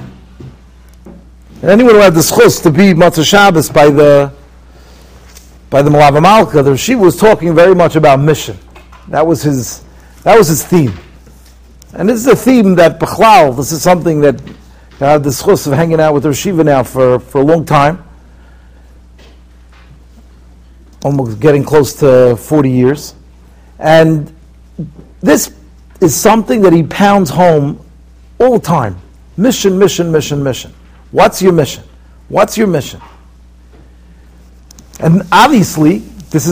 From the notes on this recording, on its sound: Shiur recorded in Yeshivas Ohr Reuven, Monsey, NY.